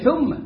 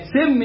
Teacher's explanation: الثاء تفرق بينها وبين السين بإخراج طرف اللسان